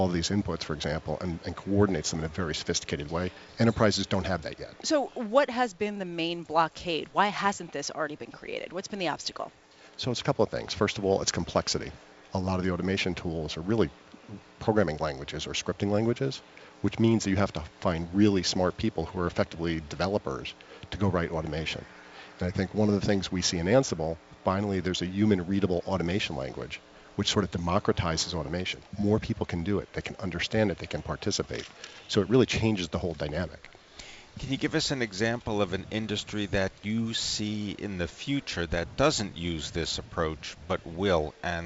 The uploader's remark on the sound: Live from the 2017 Red Hat Summit in Boston